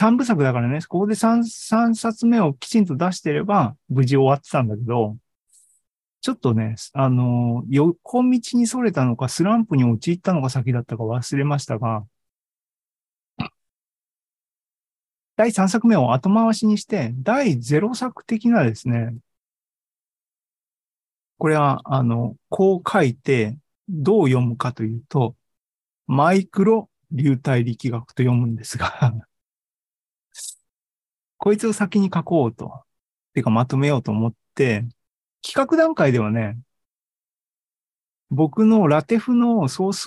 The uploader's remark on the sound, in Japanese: ２０２３年１月２５日に開催した ZOOMライブの模様です